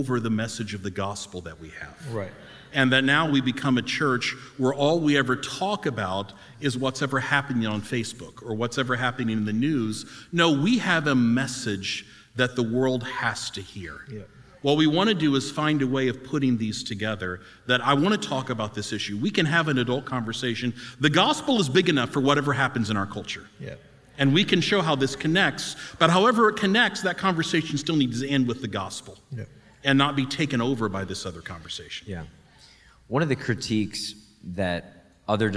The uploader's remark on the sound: We recorded a live podcast at our Conference